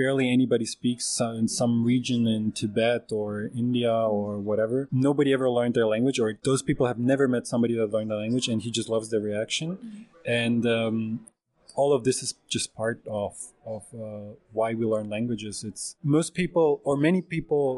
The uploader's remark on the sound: We are recording this week in Ljubljana from the Polyglot Conference, so in the show you'll also hear from a few of the many language loving people visiting the city this weekend.